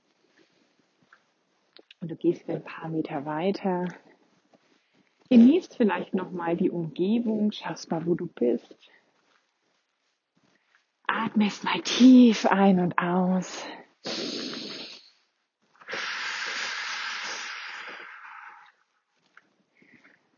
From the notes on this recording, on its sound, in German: Wir machen einen gemeinsamen Spaziergang (deswegen auch die etwas ungewöhnliche Tonqualität